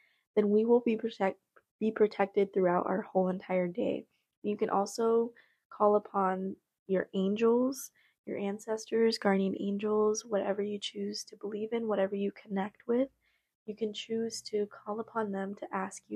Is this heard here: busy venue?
no